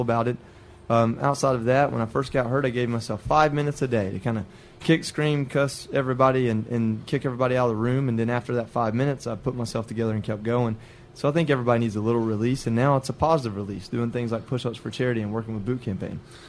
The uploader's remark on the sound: LIVE from the Pushups For Charity event at WCC Loans